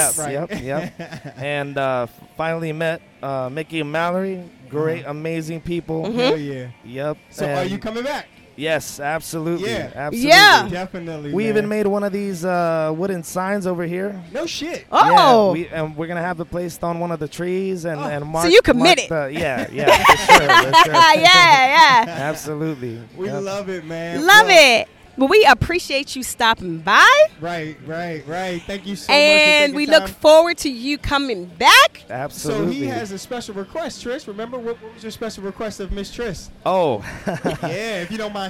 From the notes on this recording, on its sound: This is a collection of LIVE poolside. LIVE poolside "How You Feelin'?!" comment from a few of our sexy friends at Hedonism Resort during Casual Swinger Week!